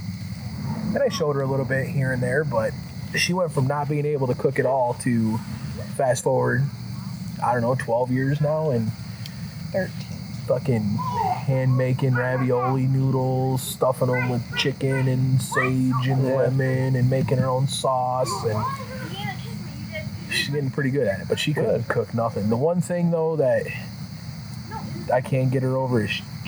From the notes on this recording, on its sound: hanging out in the yard sitting by the fire and decided to record their conversation